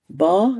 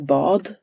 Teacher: de tar bort den sista konsonanten i ett ord · Shown in: first take · så det blir ba istället för bad.